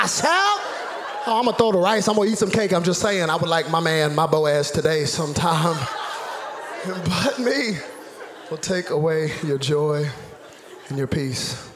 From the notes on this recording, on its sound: Zoe Church LA. Live from El Rey Theater.